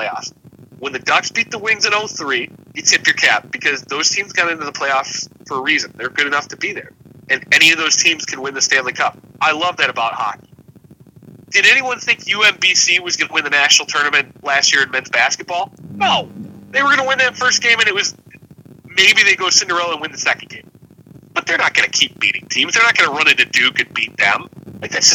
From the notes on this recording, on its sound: Apologies for the audio quality!